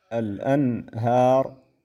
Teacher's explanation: يجب إظهار النون لوجود الهاء بعدها وهي من حروف الحلق